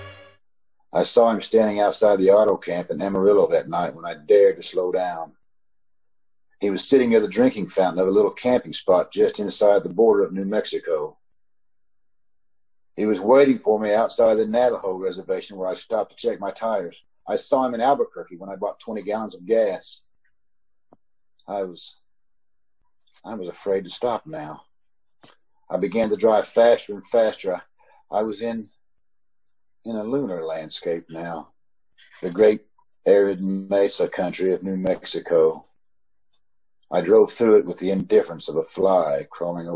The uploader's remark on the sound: KCAL Zoom recording.